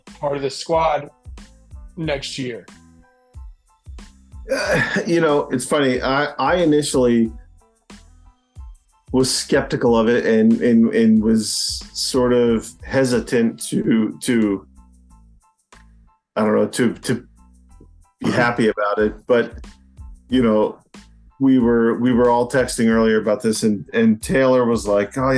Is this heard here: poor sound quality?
yes